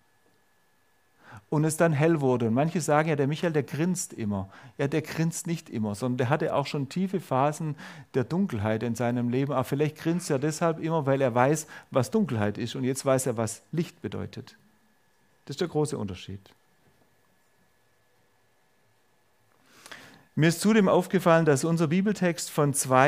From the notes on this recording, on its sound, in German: Predigt der FeG Augsburg-Mitte. Freie evangelische Gemeinde Augsburg-Mitte. Ulrichsgasse 1-3. 86150 Augsburg.